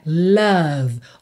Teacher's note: O O tem esse som a, e o E não é pronunciado, então você para o som na letra V.